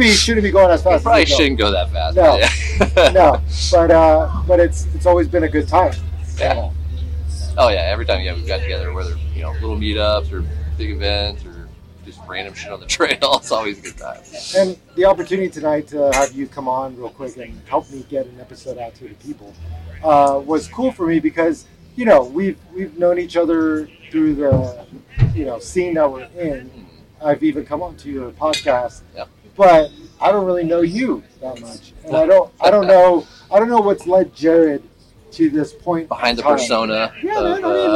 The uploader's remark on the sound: Completely bomb the sound mix on this one. Sound quality issues aside. Out in a very unique location, Lasertown, out in in Johnson Valley thanks to Mythosaur Motorsports who threw a very cool wheeling event in the middle of the desert.